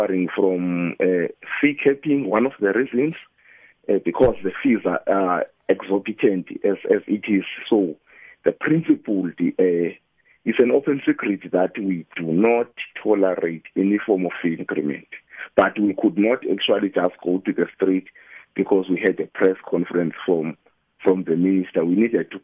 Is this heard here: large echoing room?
no